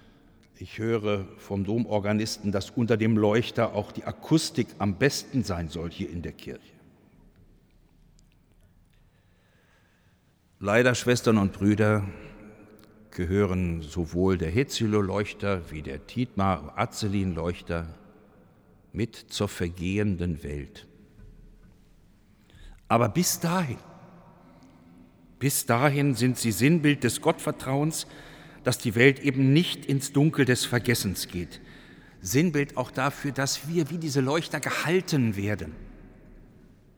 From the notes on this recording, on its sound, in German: In der Reihe der Fastenpredigten 2023 im Hildesheimer Dom